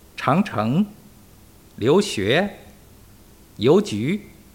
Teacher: 读。第二声和第二声这个组合的形状，你就可以想象成两个第二声接力式的往上升的样子，就是说后面的第二声的起点是从前面的第二声的终点处开始的，并且沿着前者的上升趋势继续往上升